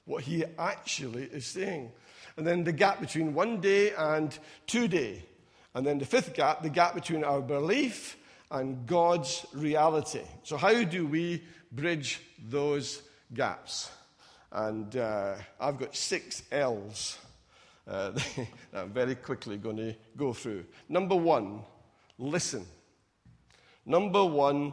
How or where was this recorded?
large echoing room